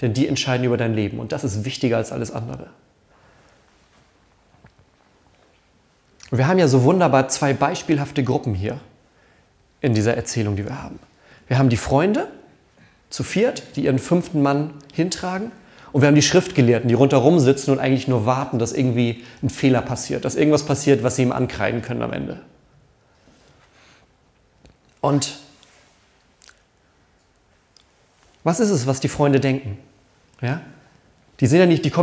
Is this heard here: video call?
no